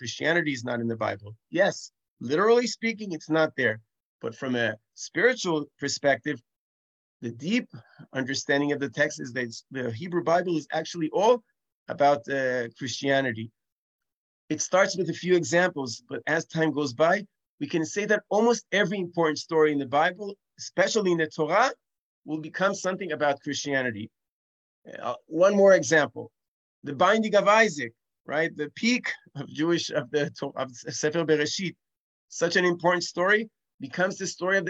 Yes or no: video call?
yes